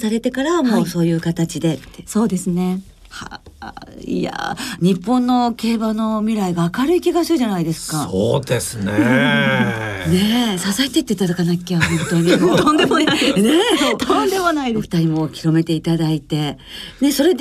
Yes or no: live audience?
no